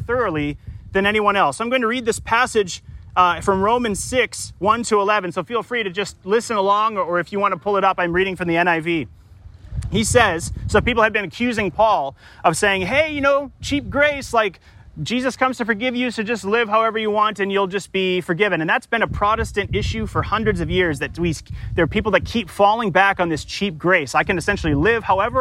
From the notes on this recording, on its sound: Delivered live, at Crosby Regional Park in St. Paul, MN.